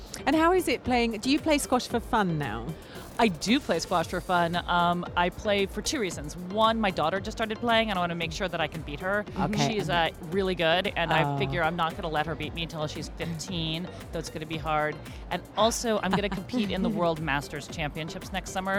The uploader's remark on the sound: Live from SIBF 2023